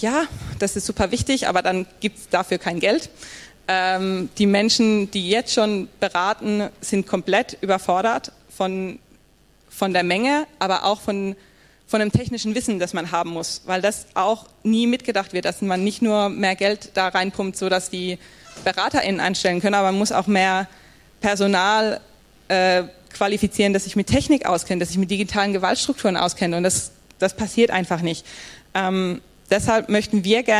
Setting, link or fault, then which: setting, live audience